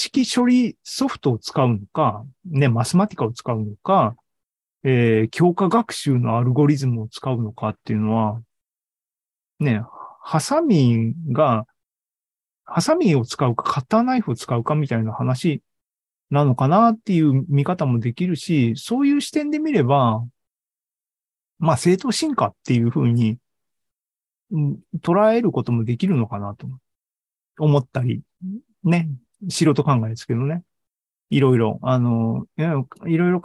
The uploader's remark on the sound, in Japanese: ２０２２年１０月２６日に開催した ZOOMライブの模様です